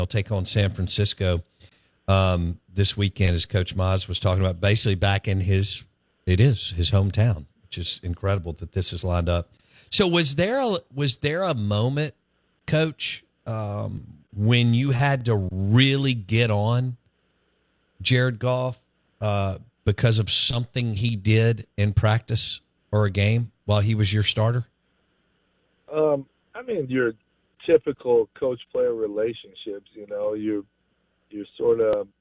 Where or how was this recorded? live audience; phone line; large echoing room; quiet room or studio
phone line